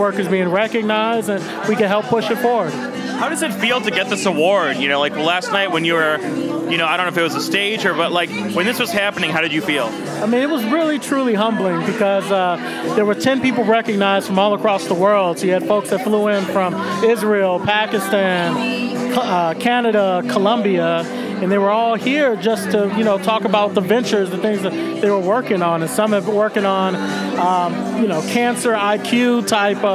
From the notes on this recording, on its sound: Recorded at SXSW 2016 on Monday, March 14th